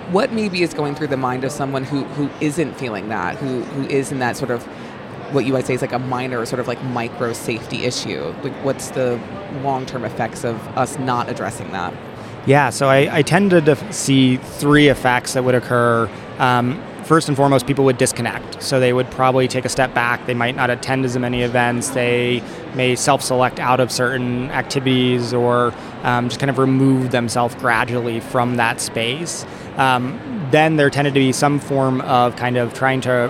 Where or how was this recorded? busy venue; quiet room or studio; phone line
busy venue